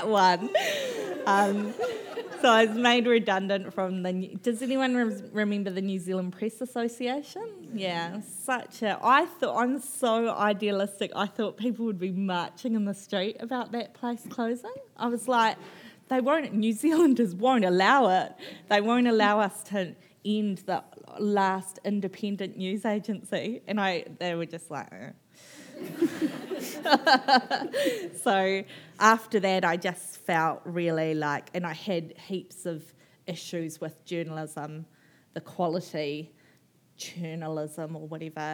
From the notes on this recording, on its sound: at The Treehouse at Cloudy Bay at the 2019 Marlborough Book Festival